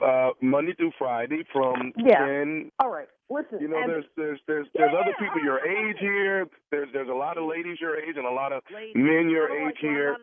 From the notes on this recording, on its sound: This was not your normal prank phone call.